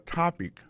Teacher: ça veut dire accent tonique là tombé sous premier syllabe